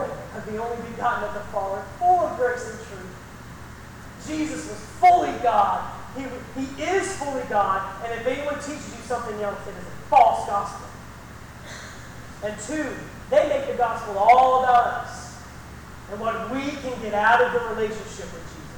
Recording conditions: poor sound quality